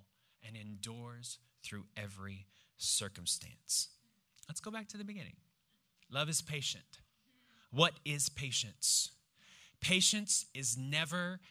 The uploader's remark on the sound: preached this message on September 10th at our Downtown Community.